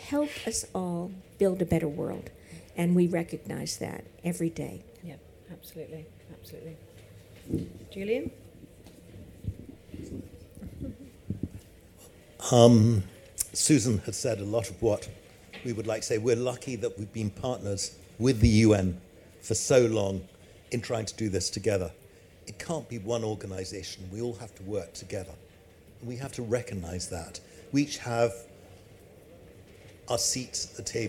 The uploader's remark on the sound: recorded in partnership with DWF, live at EG's Pavilion at MIPIM 2023